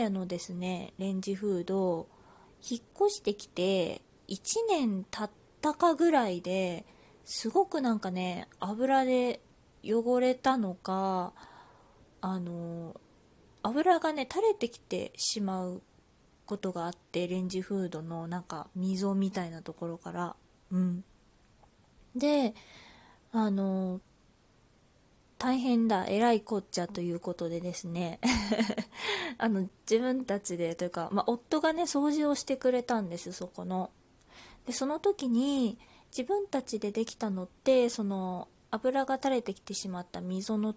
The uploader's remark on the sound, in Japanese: 自宅でスマホによる収録のため様々な騒音が収録されています、ご了承ください